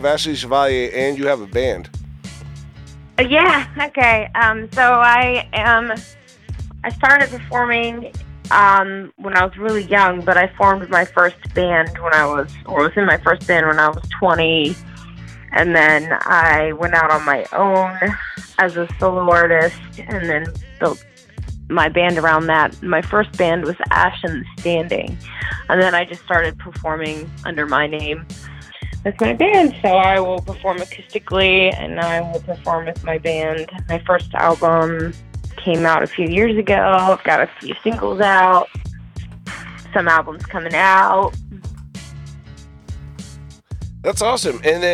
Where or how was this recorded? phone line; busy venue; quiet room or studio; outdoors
phone line